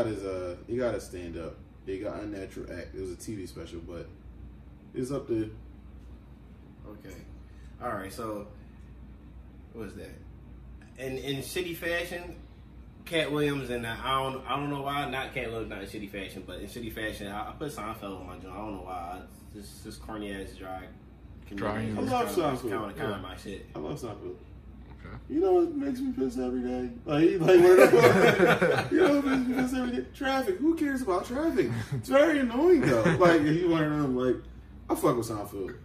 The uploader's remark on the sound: the guys battled through hours of technical difficulties this week so bare with us on the audio side!